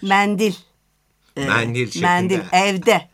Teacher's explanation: Özellikle Ege bölgesi ağızlarında bu açık E ile hemen siz onun Ege'li olduğunu anlayabilirsiniz